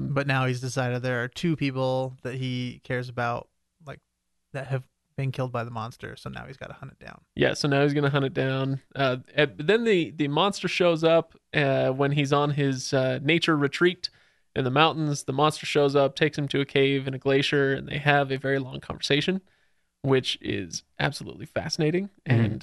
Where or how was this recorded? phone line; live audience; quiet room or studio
quiet room or studio